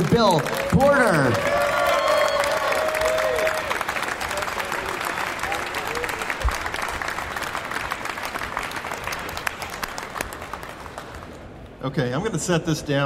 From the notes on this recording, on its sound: Recorded live from the September 2018 Surf Expo, it’s the induction ceremony from the Wakeboarding Hall of Fame.